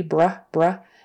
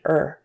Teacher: Brother has two R's. We have an R blend with a B, bruh, bruh, and then er, vocalic R on the end, er. So when she says it, she kind of um, rolls both of them and pronounces them with her tongue more toward the front.